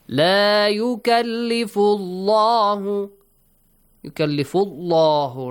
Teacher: The word Allah, the lam in the word Allah, is pronounced heavily because there is a dhamma sound before.